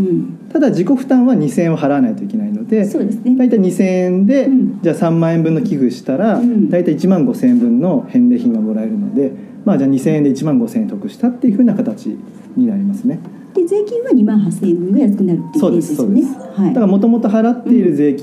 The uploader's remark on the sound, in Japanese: 出版記念トークイベント「税制優遇のおいしいいただき方」。2月25日に行われた出版記念トークイベント。